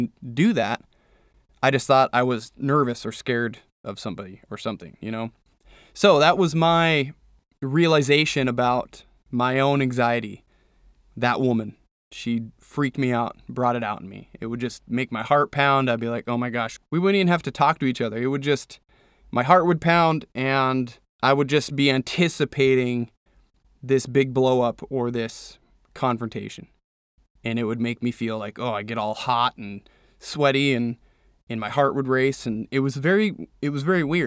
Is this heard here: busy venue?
no